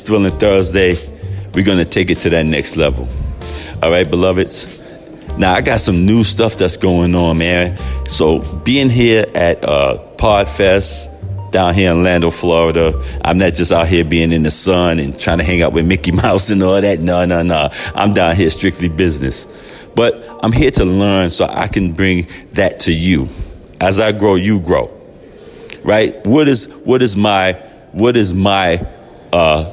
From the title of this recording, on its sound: Live from Podfest